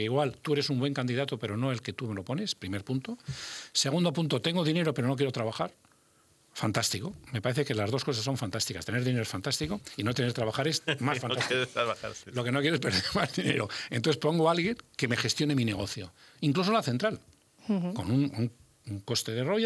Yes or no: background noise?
no